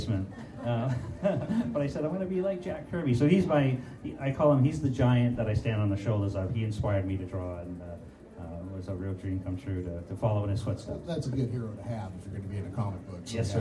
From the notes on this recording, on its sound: moderated a Q and A panel at Tracy Comic Show